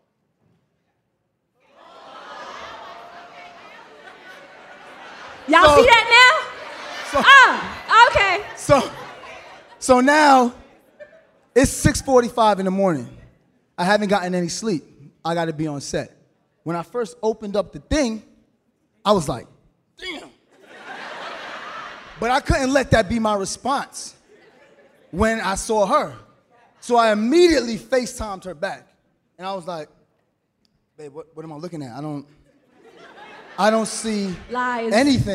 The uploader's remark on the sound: LIVE at The Buckhead Theatre in Atlanta, GA.